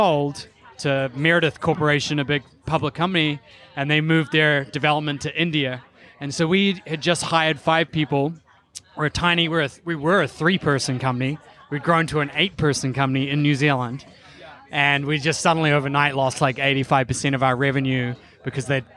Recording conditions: busy venue